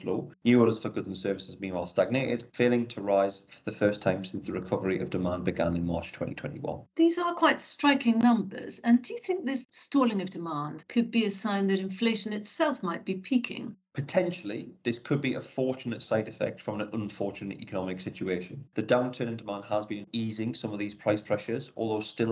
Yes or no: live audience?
no